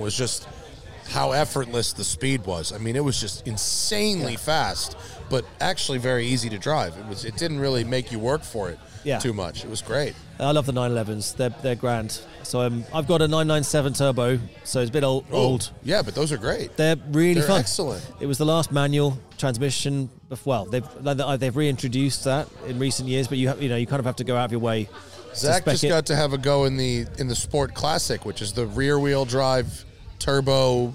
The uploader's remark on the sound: This show was recorded outside so you might hear a small bit of wind noise.